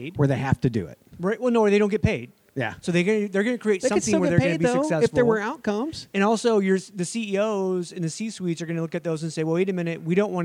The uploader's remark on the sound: live from the Detroit JOY Roadshow stop